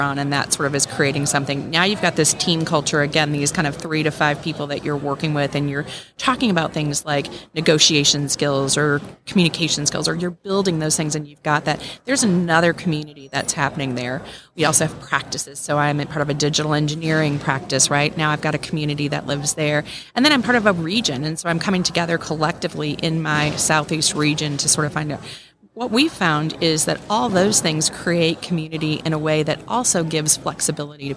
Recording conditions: busy venue